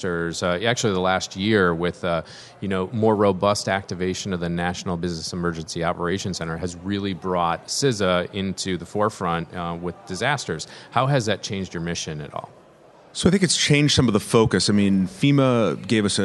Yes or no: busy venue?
yes